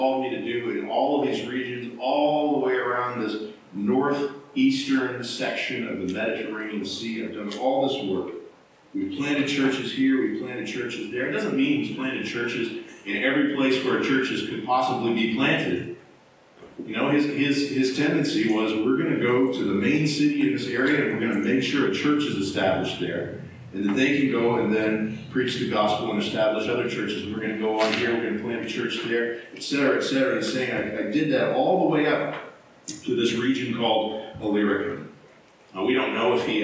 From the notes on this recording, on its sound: Low Quality Audio. We apologize for the low audio quality of this recording.